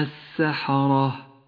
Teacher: لونت اللام بالرمادي لأنها لا تلفظ فهي لام شمسية · ولونت الراء بالأزرق الغامق لأنها مفخمة فهي راء مفتوحة